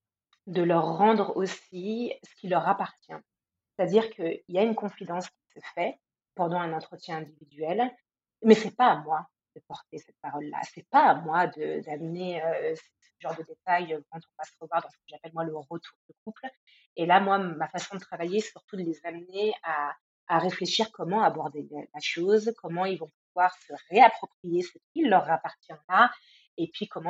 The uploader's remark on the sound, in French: Je m'excuse pour la qualité du son.